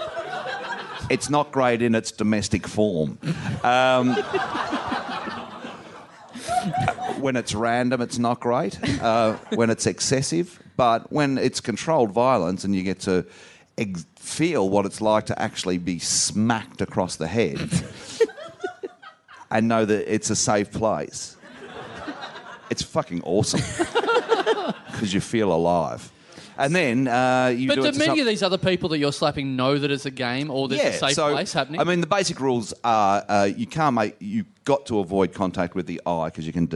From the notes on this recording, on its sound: Recorded LIVE at The Rhino Room in Adelaide on February 13, 2016.